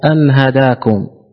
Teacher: نون ساكنة أتى بعدها حرف الهاء، والهاء من حروف الإظهار